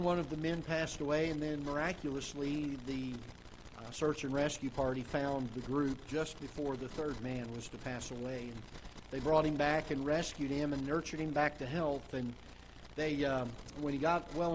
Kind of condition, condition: setting, large echoing room